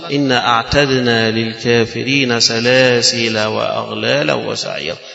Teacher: باقي القراء هيحذفوا لنا التنوين في الوصل، يحذفوا التنوين في الوصل ويختلفوا فيه في الوقف. · Term: حذف التنوين